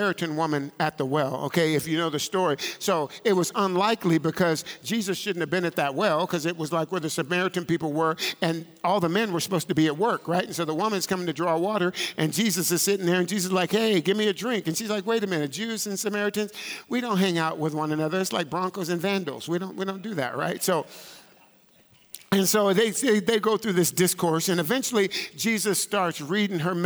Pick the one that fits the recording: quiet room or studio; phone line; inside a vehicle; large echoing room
large echoing room